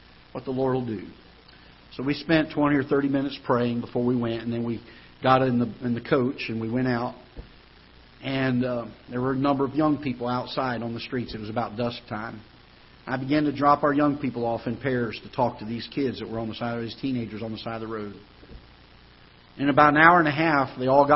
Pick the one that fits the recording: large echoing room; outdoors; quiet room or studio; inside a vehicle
large echoing room